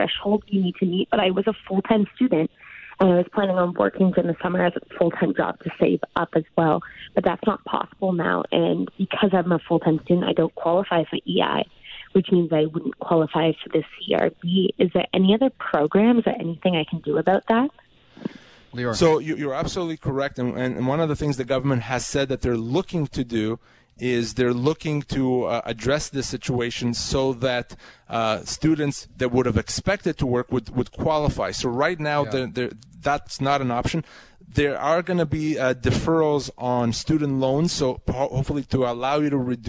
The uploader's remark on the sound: Global News Radio 980 CKNW. Take live questions from CKNW listeners.